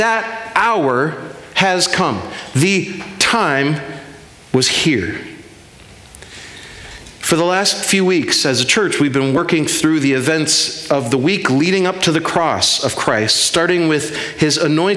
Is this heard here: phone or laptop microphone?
no